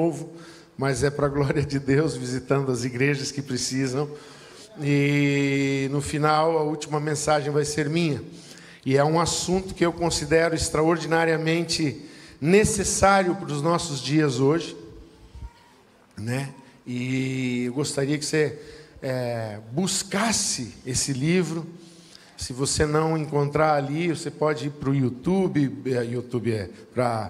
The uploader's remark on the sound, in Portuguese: Culto de Celebração. Na Igreja ABA Blumenau (Transmitido ao vivo).